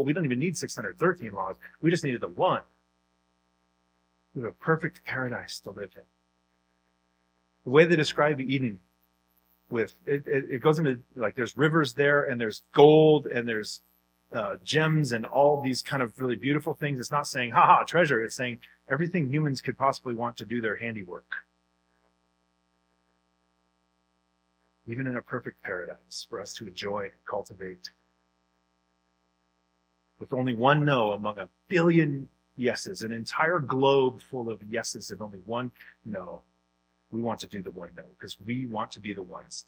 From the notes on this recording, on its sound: Due to technical difficulties, the audio is not the highest quality